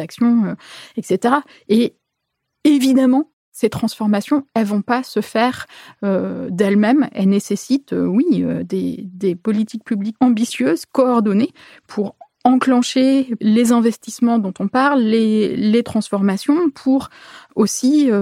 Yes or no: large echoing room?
no